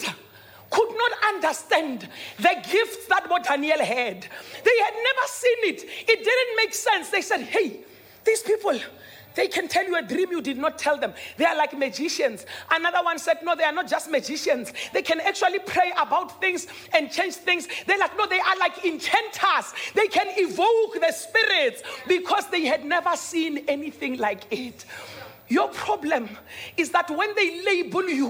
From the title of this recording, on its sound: Dream Conference 2023 (Day 3)